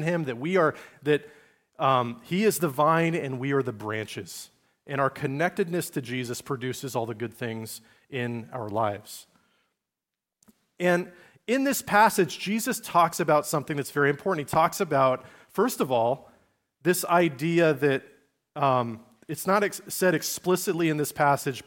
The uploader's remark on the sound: message delivered at Liferoads Church in Spokane, Washington, on December 17, 2023.